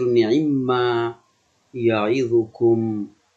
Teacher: فتوصل جوازا بالنعمة، شوف جوازا بالنعمة، والنعمة يكون قبلها لجواز الإدغام، فتقول النعمة ما يعظكم، فتقول ثم تدغم فتقول النعمة، فتدغم ميم النعمة في ميم ما في ميم ما المصدرية